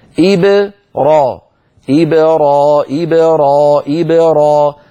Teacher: باء ساكنة مقلقلة يتلوها راء مفتوحة، أما فتحها وقول إبراهيم فهذا يعني بسبب عدم الإتقان.